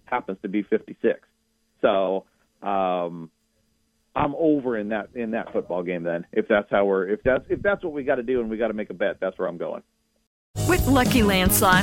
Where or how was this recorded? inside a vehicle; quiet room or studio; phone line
phone line